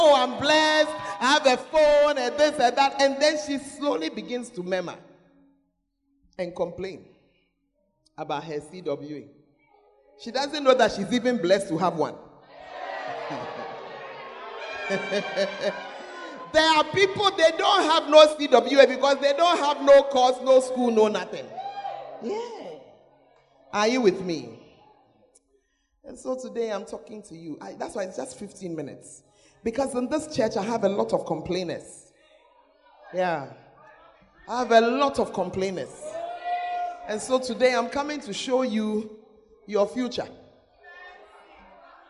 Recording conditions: large echoing room